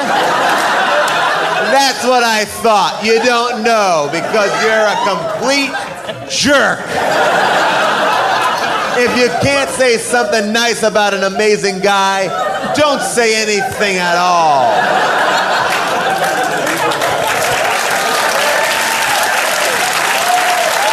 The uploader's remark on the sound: Recorded LIVE at Largo in Los Angeles